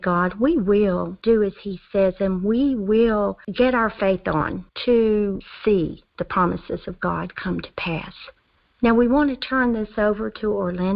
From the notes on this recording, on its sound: Our fifth Phone/Internet Prayer Conference Call.